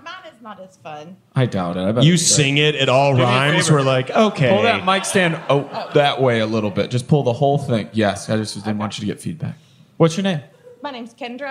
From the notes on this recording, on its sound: This week we come to you live from Red Clay Comedy Festival. From the audience.